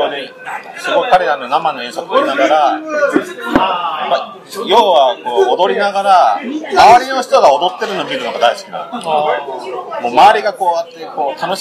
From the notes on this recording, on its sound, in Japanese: 今回は立ち呑みいろはからライブ直後の録音です。